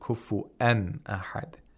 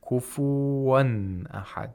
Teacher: if you pronounce the hamza with tasheel, it becomes a waw · Shown in: second take · Term: tasheel of Hamza